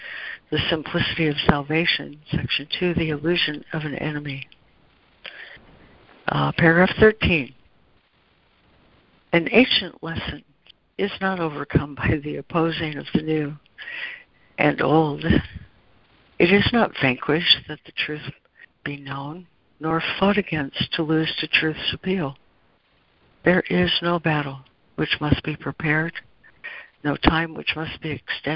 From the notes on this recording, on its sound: ACIM Daily Conference Call